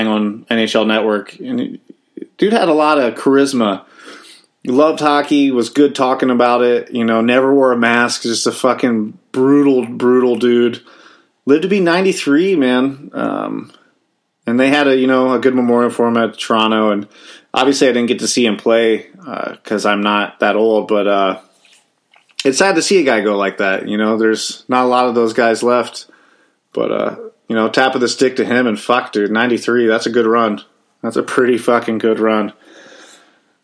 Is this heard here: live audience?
no